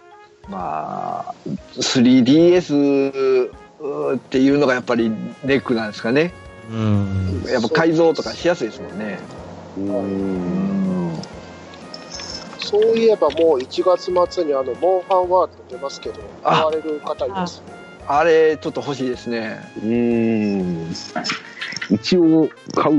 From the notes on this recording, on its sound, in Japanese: 雑音が多いですがご了承ください。